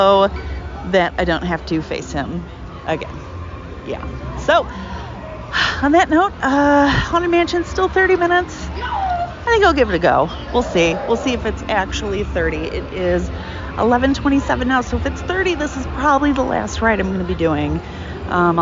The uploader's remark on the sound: LIVE Recording at Mickey’s Not So Scary Halloween Party. This bonus episode includes the raw audio from my time at the party.